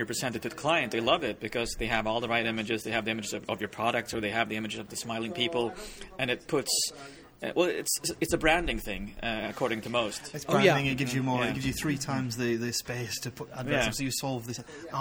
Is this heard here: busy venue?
yes